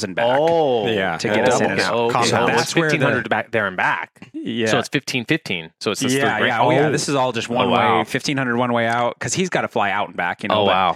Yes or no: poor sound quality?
no